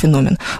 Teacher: Слово греческое, никакого французского происхождения у него нет, поэтому ударение на второй слог.